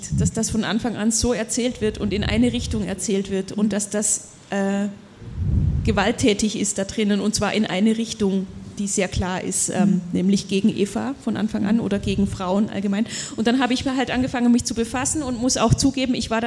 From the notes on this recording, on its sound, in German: Bei der Literaturmeile Zieglergasse. Dass es sich um die Aufnahme eines Live Podcasts handelt, kann man daran erkennen. An den leisen Hintergrundgeräuschen in der Konditorei Frömmel.